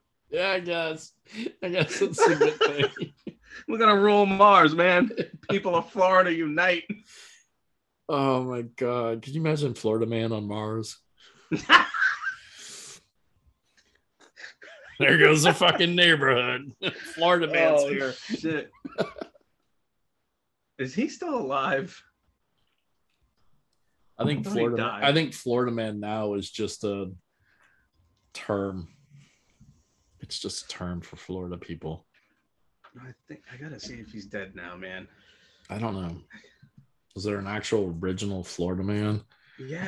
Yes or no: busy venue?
no